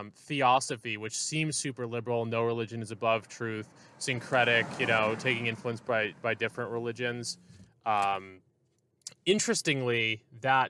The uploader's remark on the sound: On a trip through the east of San Diego County. Field-recording a conversation.